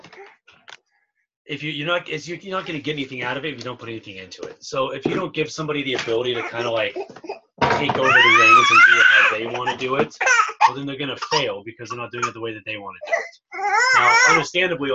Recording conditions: video call